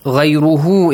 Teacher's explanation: make sure you stretch the sound of هُو